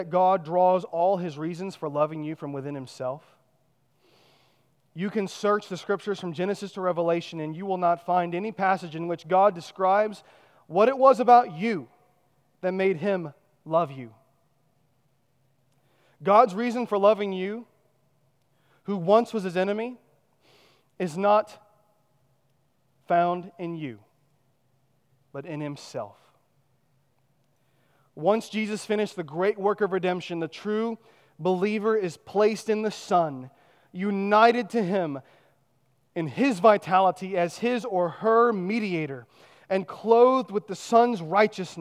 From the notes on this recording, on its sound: at Chaffee Crossing Baptist Church in Barling, AR